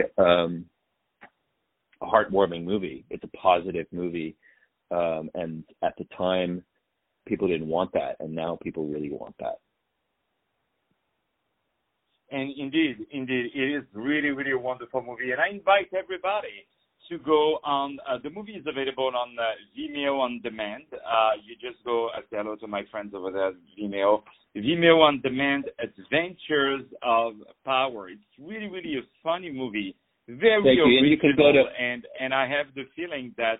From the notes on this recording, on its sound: On the phone